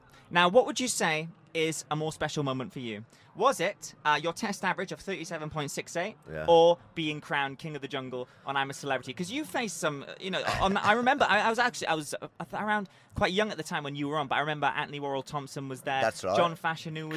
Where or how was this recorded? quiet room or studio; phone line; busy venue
busy venue